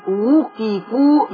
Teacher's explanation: بيني ضمة الواو وبيني كسر القاف في وقفوا